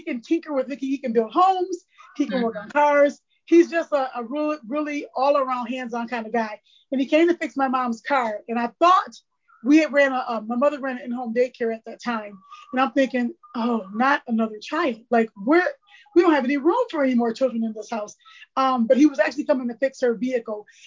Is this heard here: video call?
yes